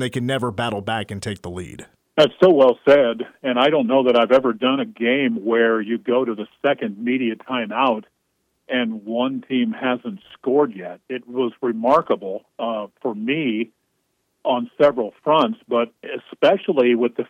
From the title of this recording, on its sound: calls in from Bramlage